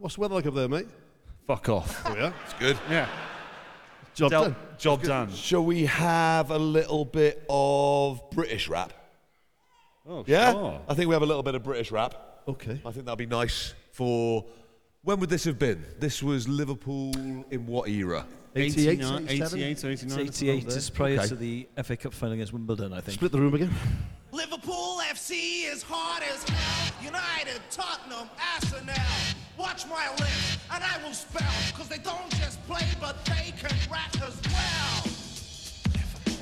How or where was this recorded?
live audience